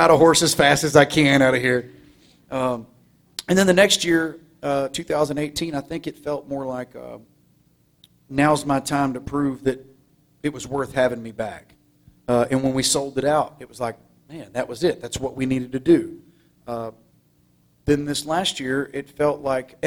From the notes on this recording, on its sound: We're sharing never before heard conversations from my days at The New 93Q in Houston. This conversation was recorded during an Up Close and Personal private performance for listeners of The New 93Q.